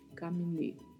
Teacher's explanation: Apesar do acento agudo, a pronúncia da letra E segue fechada com som de E